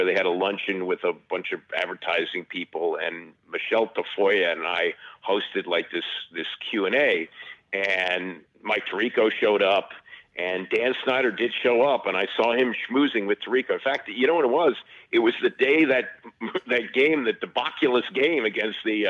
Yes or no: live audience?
no